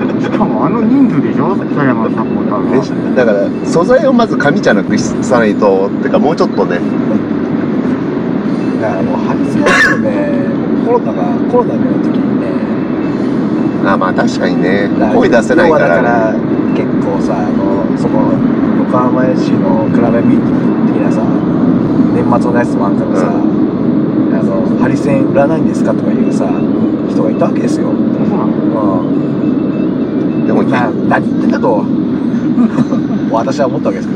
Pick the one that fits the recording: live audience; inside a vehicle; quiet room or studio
inside a vehicle